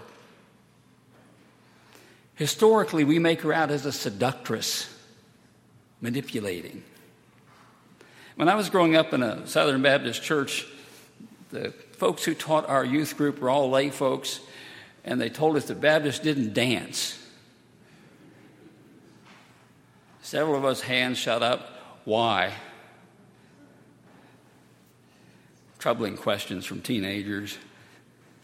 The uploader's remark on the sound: Sunday, July 15, 2018, at Highland Baptist Church